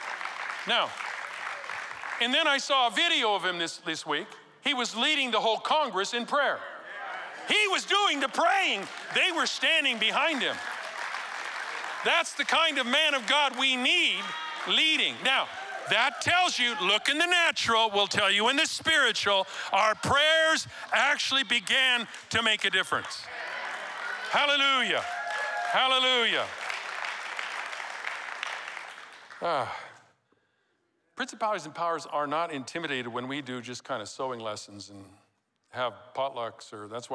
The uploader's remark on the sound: Recorded live at Capital Church in Meridian, Idaho